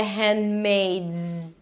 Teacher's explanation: the D is a held D, you don't release it. The hand, you move on to the M, the handmaids, a Z, not an S, tail. · IPA: ˈhɛəndˌmeɪdz